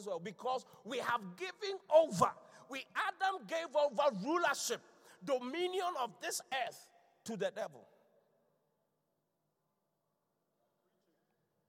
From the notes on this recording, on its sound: Inspiration Service. Preached at The Qodesh.